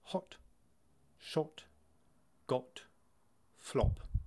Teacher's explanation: in RP, it is a tight round circle and a very short popping sound